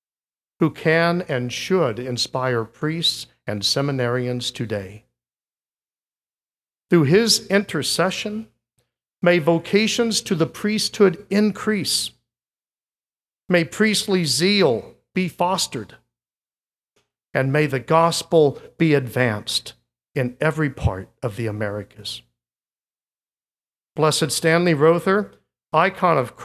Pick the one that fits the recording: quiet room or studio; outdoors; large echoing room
large echoing room